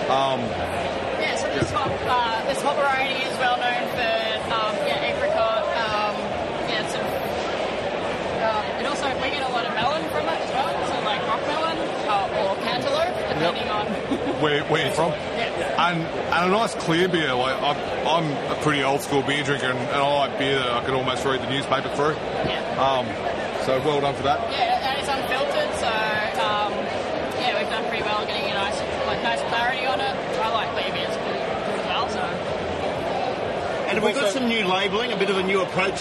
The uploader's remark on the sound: The first of two podcast recorded live at the 2023 Williamstown Beer and Cider Festival. Due to this being a live show, and the roaming saxophonist who was playing at the festival, audio quality is not up to our highest standard.